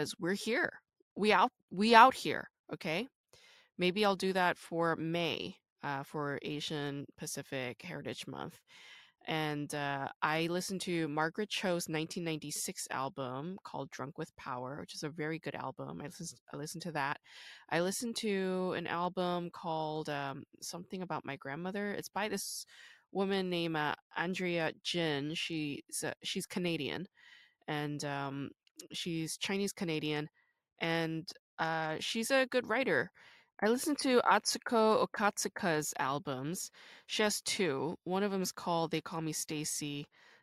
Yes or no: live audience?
no